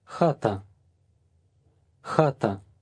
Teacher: Number 20 begins with an H, which represents a kind of weakened K, almost a combined KH, as in the German pronunciation of Bach.